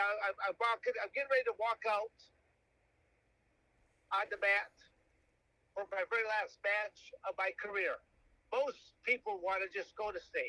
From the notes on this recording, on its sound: This episode was recorded via the phone. We made the best of the audio we could.